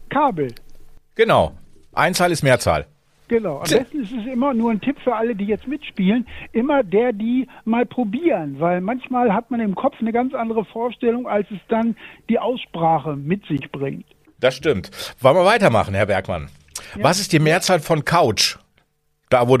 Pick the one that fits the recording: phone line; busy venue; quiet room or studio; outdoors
phone line